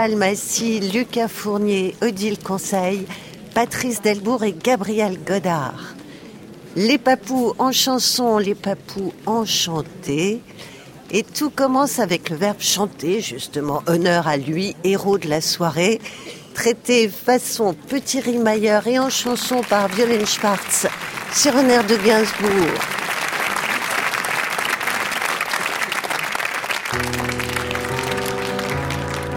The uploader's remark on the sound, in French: La récré littéraire enregistrée en public. Au studio 105 de la Maison de la radio.